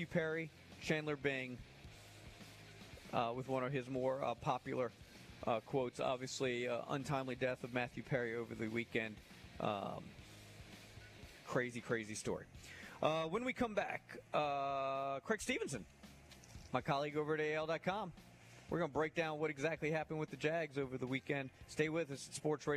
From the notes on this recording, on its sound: LIVE at Wingfingers!